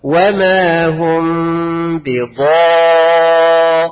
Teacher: انا عايز تفخم الضاد جدا، والالف اللي بعد الضاد هتتفخم زي تبع للضاد.